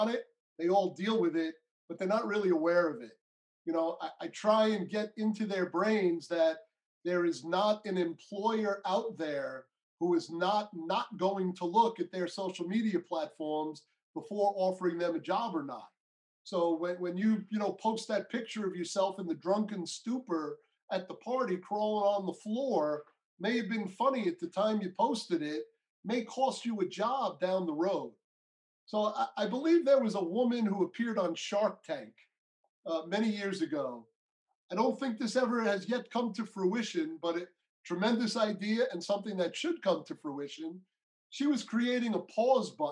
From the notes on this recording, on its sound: Their Zoom interview was the first time seeing each other in 10 years.